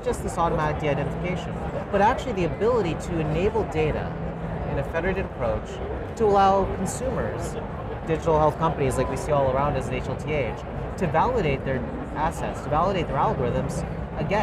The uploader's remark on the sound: an Interview in Action live from HLTH '22